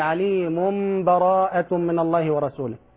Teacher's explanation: الوصل، يعني أن أصل آخر الأنفال بأول التوبة، أقول عليم براءة من الله ورسوله.